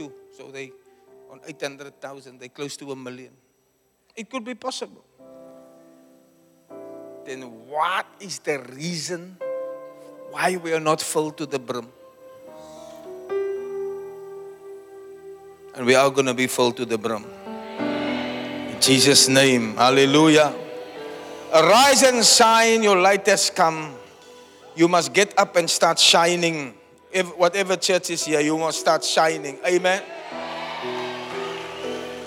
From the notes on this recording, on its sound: Preached at the Church Growth Conference in Cape Town, South Africa on the 7th July 2023 (Session 1).